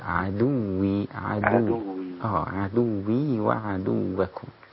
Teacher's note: عدوي كلها رقيقة، لا تجعل ضم الدال يذهب بها إلى التفخيم